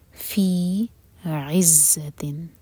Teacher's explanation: زاپر buzzing sound اور عین حلق سے اور کسرہ کی آواز آنی چاہیے